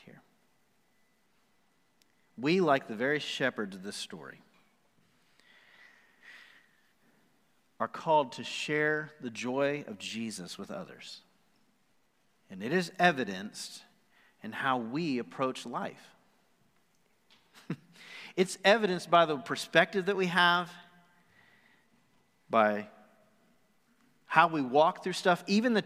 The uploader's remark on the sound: Recorded live on December 13, 2020 at The Fellowship at Two Rivers.